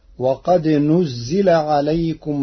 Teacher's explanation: قرأ ورش كلمة نزل بضم النون وكسر الزاي